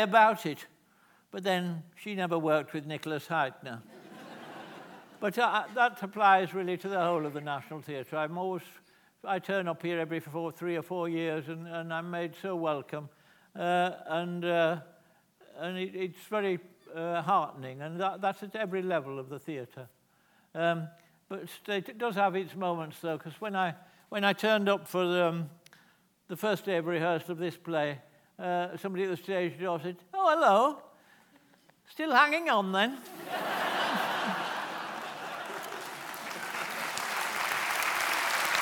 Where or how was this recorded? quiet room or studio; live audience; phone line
live audience